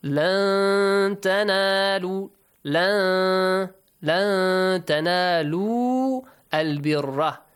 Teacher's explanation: And the letter ba, that the rule Iqlab is applied, and the rest of the letters will be for the rule ikhfa, and you have to hide the sound of the noon sakin. A hidden noon sound should be pronounced there · you have to hide the sound of the noon sakin. A hidden noon sound should be pronounced there, okay?